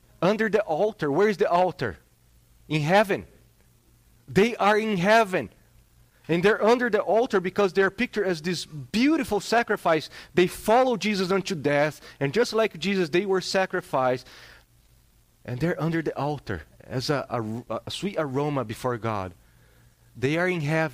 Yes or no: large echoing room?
yes